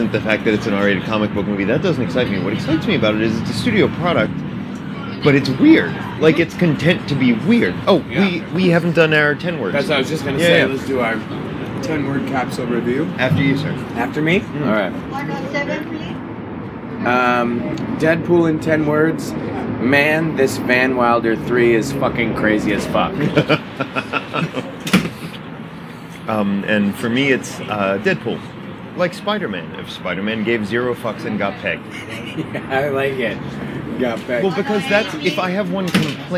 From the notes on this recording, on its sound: Recorded at Hugo's Tacos in Studio City, CA.